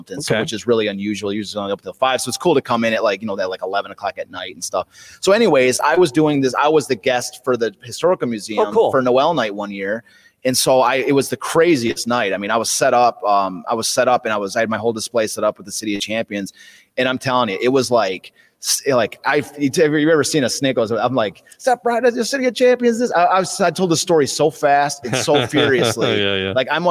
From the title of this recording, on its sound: Live from Detroit Historical Museum